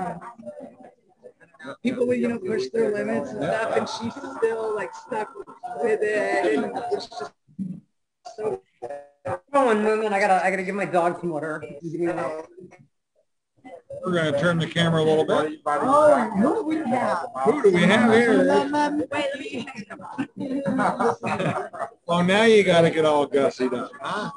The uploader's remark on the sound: Well, we had quite a weekend in Chicago and the stars came out for our show at the end of it. I apologize for the poor audio as the hotel WiFi wasn't the best. MANY, MANY folks came by to chat.